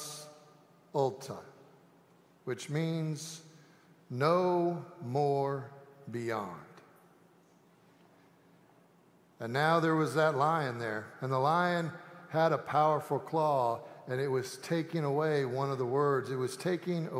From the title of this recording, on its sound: Easter Sanctuary Service